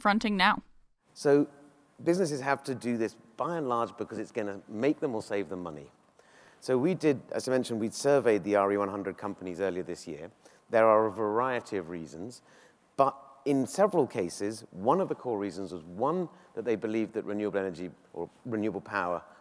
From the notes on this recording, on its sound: GreenBiz 16. This week's GreenBiz 350 podcast comes live from the Phoenix site of our annual gathering of sustainability chiefs from some of the world's biggest companies.